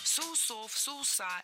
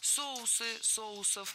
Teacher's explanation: В этом слове неподвижное ударение на основе, то есть всегда ударяем первый слог. · Shown in: second take